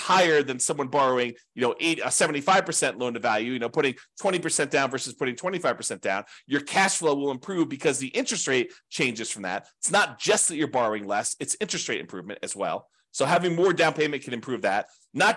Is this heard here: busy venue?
no